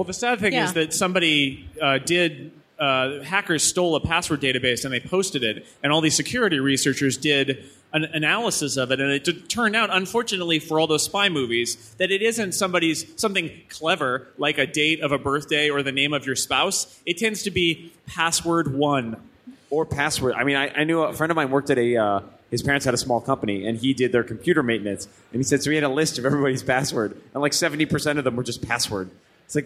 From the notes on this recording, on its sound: Live from the Macworld |iWorld Live Stage